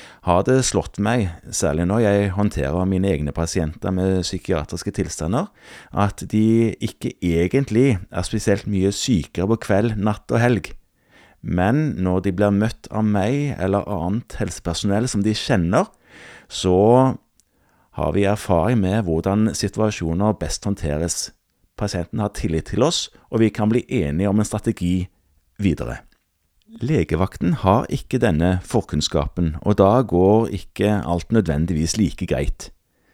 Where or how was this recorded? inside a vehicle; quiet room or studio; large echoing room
quiet room or studio